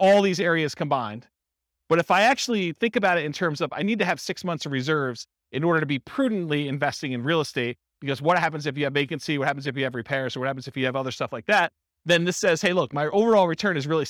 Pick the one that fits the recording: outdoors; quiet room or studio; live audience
live audience